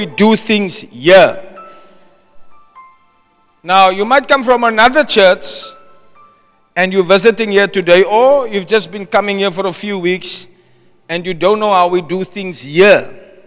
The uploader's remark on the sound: Preached at Zion Sanctuary, Cape Town on the 5 November 2023